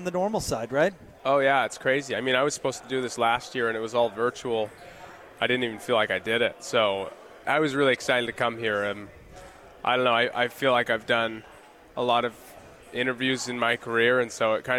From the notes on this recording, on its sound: LIVE from Pac-12 Media Day in Los Angeles, CA.